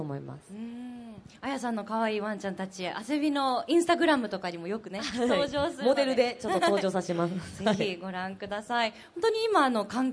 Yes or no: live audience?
yes